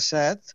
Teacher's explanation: En canvi, en català central es pronuncia en veu oberta, set.